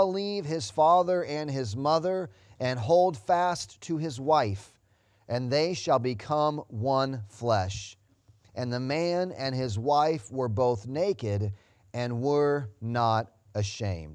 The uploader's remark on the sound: Sunday Morning Service Audio